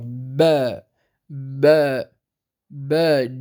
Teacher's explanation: يجب على القارئ عند نطق الباء الفصيحة أن يحبس كلا من الصوت والنفس